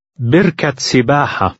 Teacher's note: The ta marbuta is pronounced as a T at the end of the first word, but not the second.